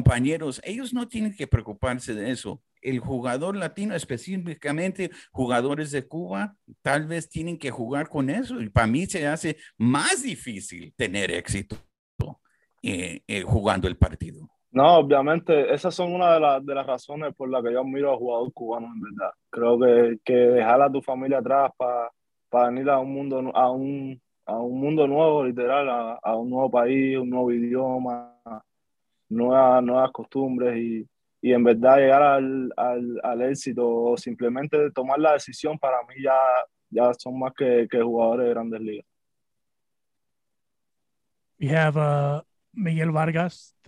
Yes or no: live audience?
no